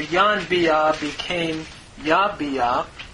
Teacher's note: the nun has assimilated into the bait. So yanbia became yabia because of that assimilation.